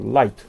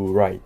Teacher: ラララララの Light と Right、うん、と明るい Light と暗い Right。